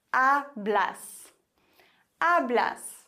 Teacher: da haben wir ein Wort, das auf S endet und dann wird die vorletzte Silbe betont